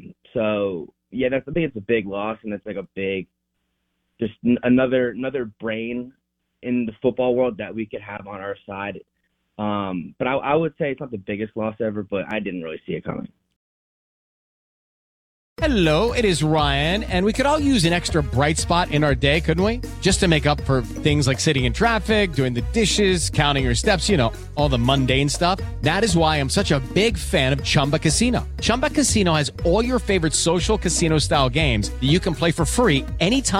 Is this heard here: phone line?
yes